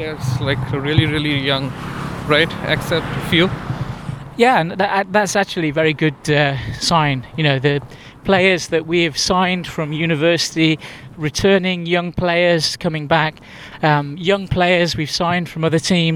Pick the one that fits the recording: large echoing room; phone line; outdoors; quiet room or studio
outdoors